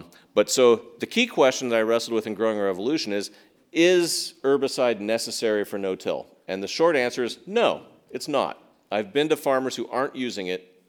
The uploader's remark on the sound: at Town Hall Seattle